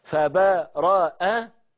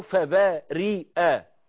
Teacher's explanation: الاثنين، فبرأ أو فبارئ يعني بفتح الراء مع التفخيم أو بكسر الراء مع الترقيق